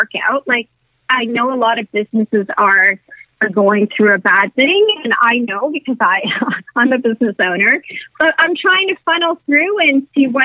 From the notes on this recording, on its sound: setup a conference call